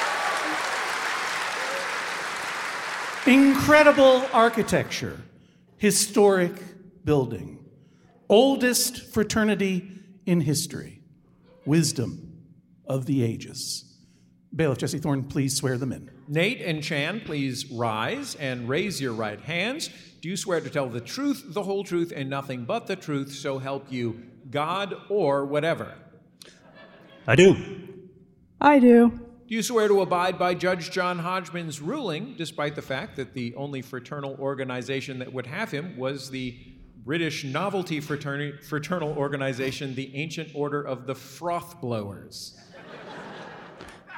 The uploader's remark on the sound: Live from SF Sketchfest. This week’s episode was recorded live in front of an audience at the Sydney Goldstein Theater!